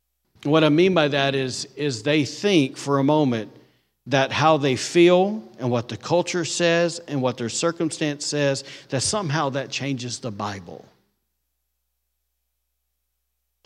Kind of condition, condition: setting, large echoing room